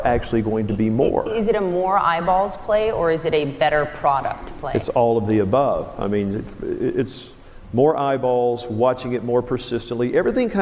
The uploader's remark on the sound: This interview was recorded live at The Relevance Conference in Santa Barbara.